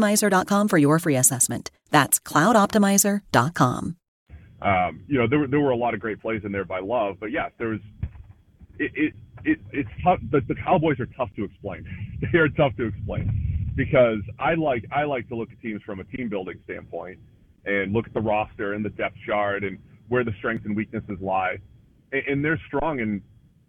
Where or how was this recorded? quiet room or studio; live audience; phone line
phone line